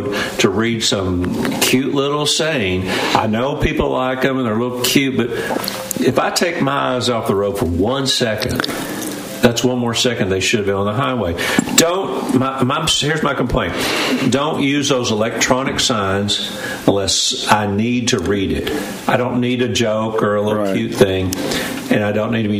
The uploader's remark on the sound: LIVE from Harrah’s Casino in Cherokee!